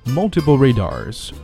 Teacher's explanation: Multiple 这个词要重读一下，有多种啊，不止一个。Multiple radars.哎，雷达这个词呢，重音在第一个音节，不是在后面。Radar.